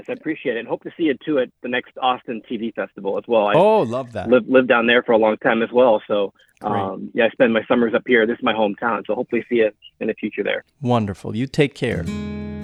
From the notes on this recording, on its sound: Phoning It. A special Call.